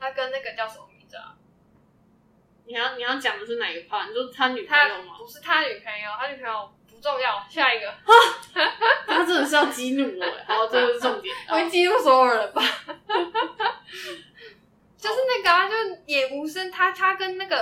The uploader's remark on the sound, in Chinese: 戴口罩錄音，聲音也悶悶的